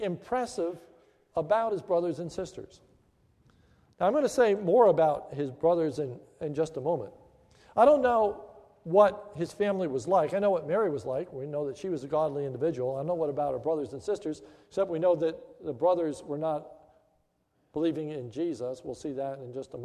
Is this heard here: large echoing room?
yes